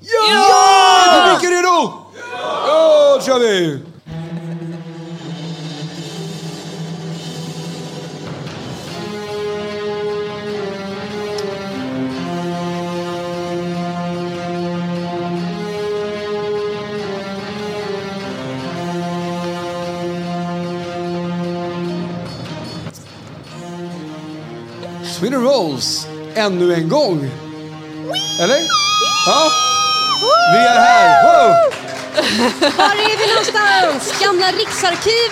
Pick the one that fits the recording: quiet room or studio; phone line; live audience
live audience